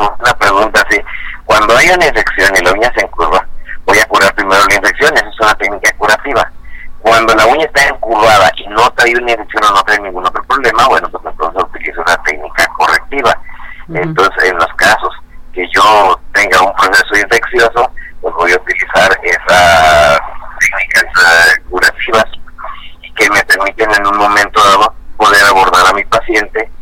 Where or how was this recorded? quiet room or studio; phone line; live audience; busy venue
phone line